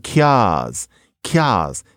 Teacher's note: So you lose the R, and also it's kiads.